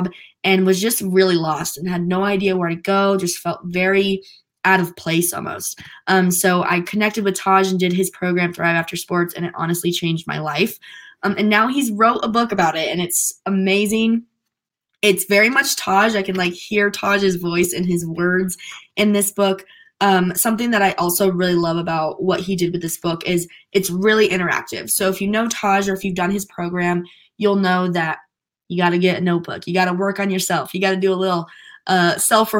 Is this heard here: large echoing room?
no